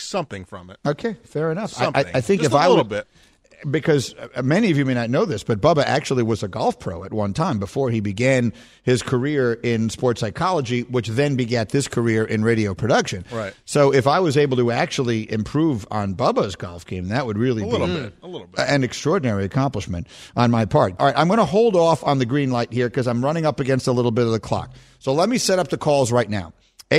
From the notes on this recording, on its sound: We open the phones and take your calls.